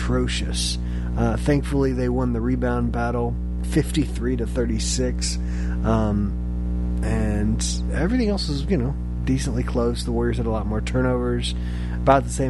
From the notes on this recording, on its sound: apologies for the background "hum"